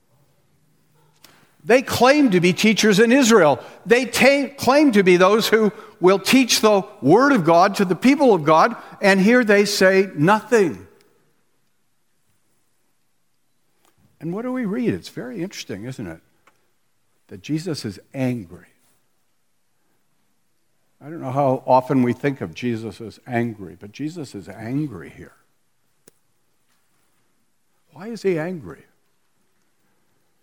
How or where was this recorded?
live audience